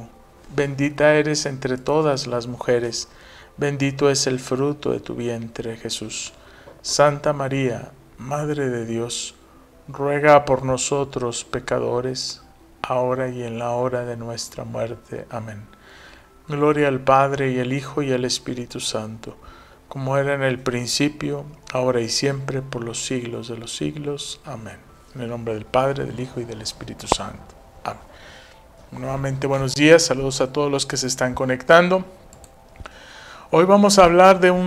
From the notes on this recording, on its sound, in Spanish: Misa en vivo